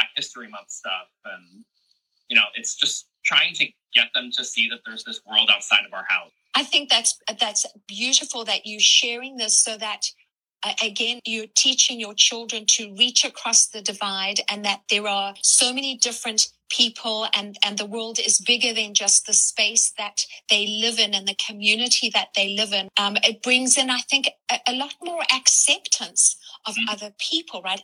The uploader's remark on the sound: recording from one of our latest Instagram Lives